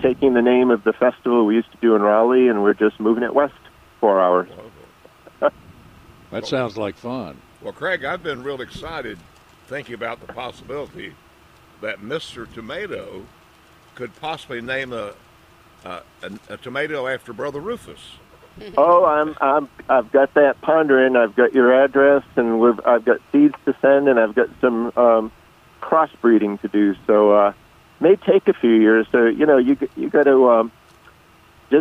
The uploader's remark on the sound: broadcasting live from the NC Pet Expo